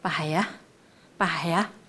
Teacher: 后面那个哈稍微出来就好了不要哈不要太大的声音